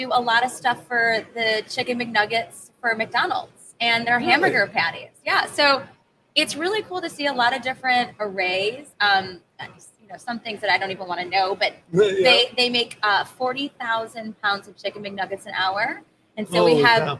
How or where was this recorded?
busy venue